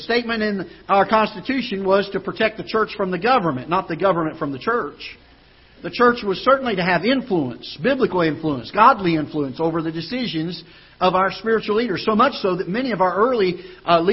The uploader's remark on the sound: Ketha Heights Baptist Church ~ Live Broadcast